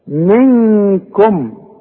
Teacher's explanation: نون بدون تشكيل بعدها كاف من حروف الإخفاء هنا تغن لازم بمقدار حركتين منكم الميم دي ساكنة ضم فيها شفايفك وما تغنهاش منكم ليه